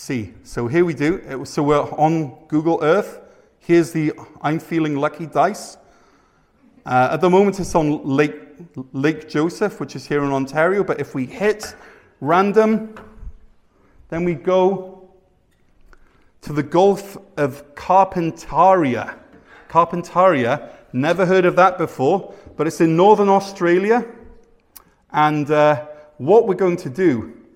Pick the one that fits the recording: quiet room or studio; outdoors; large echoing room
large echoing room